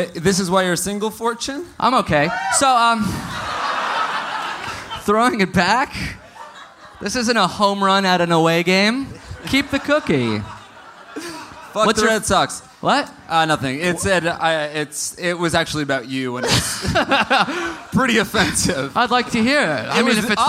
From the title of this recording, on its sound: Live in Austin